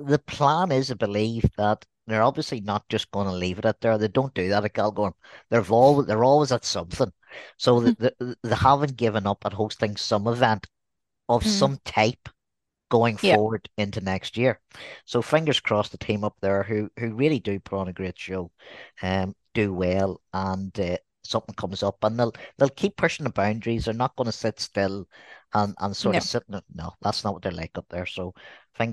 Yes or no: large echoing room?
no